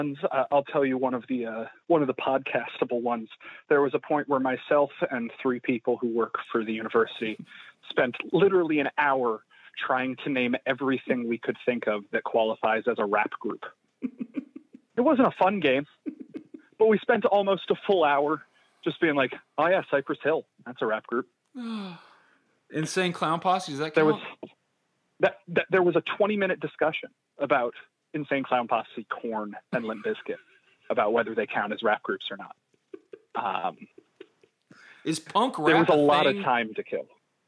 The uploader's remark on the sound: joins on the Modern Woodmen phone line